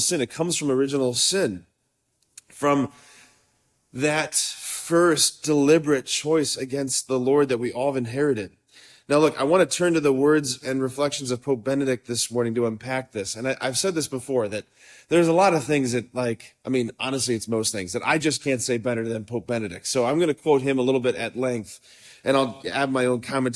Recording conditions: large echoing room